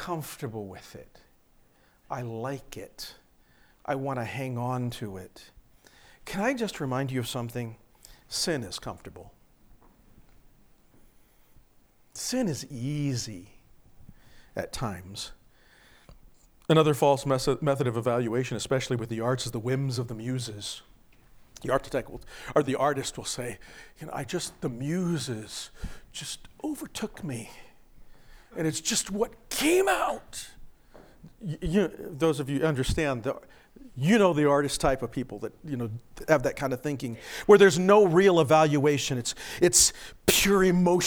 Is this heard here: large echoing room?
yes